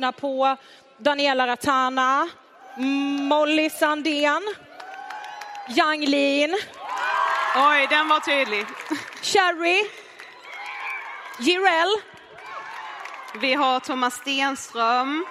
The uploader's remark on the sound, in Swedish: Livepodd från den 6 december 2023 i Avicii Arena.